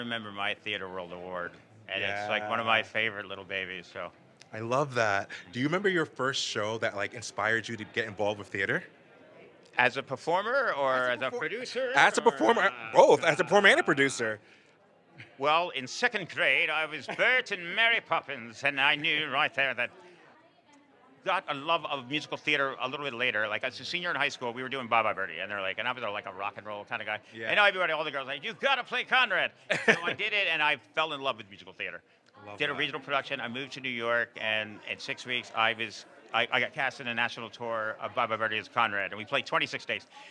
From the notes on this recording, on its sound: Live from the Theatre World Awards Red Carpet. Live on the red carpet of the Theatre World Awards. Featuring interviews from honorees and presenters.